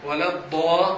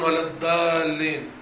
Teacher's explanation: مخرج الضاد من طرف الحنك، أما مخرج الدال انظروا في الوسط ليس في الطرف